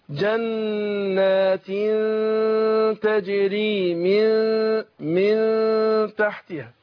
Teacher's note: لما اجي اجيب نون مخفاه يبقى في تجافي، بقى ابعد طرف اللسان عن ايه اصول الثنايا حاجه بسيطه